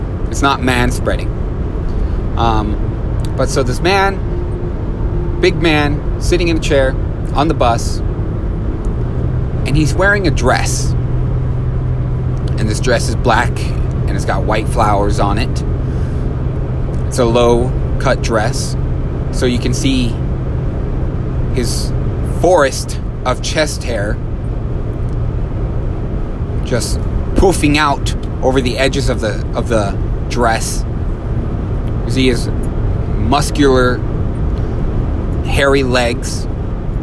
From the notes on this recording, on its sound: This episode was recorded in my truck